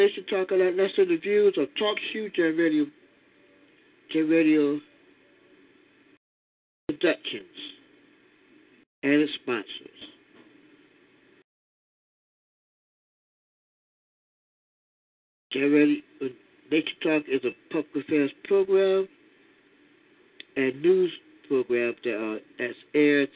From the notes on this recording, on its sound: your phone calls